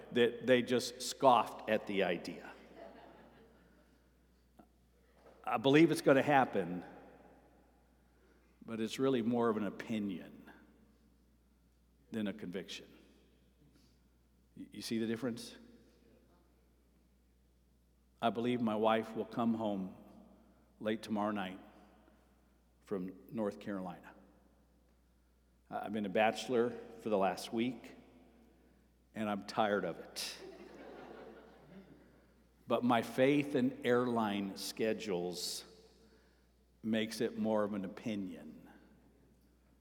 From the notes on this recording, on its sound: Sermon preached at Avondale Baptist Church